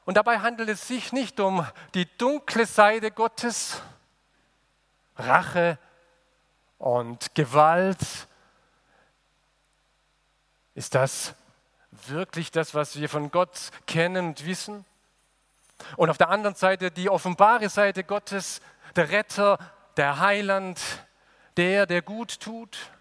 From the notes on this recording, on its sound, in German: aus dem Gottesdienst der Liebenzeller Mission